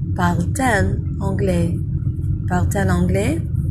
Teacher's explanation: Because it's elle, that's singular third person, we insert an extra T after the verb and before the subject pronoun. And we insert that extra T because it facilitates the pronunciation. You kind of have like this little T sound to skip off, and it makes it easier to say.